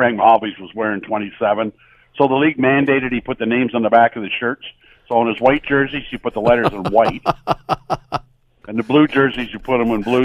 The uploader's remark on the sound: from the phone this week